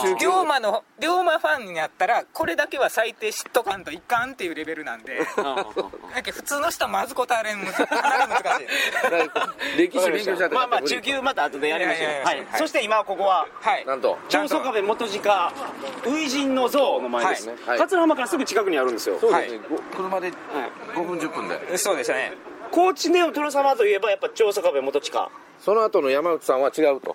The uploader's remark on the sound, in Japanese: 高知県の観光スポットでロケ収録その１（四国霊場第31番札所・竹林寺、桂浜、長宗我部元親初陣の像）。高知県の観光名所に実際に行って収録をするという企画です。